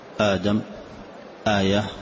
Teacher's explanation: لكن نحن نقول المد البدل عند حفص لازم حركتين: آدم، آية، وهو البدل يعني يبدل الهمزة الأولى بمد أصلها آدم، فقصرناه وقلنا آدم للتسهيل، سمي بدل بدل، فالهمزة أبدلت مدا للتسهيل